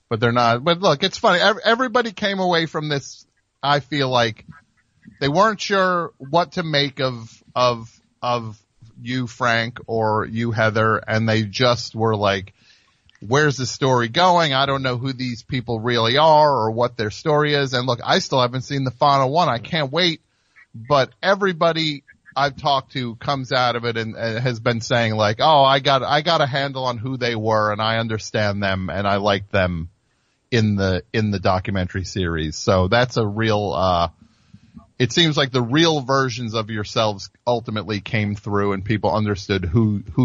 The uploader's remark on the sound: Call in for an interview. Phones ring on the topic.